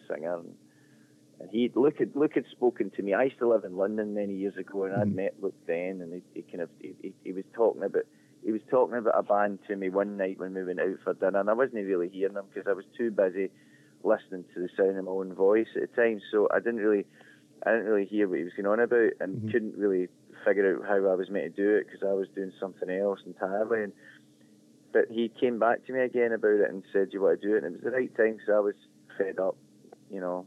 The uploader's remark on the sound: phone interview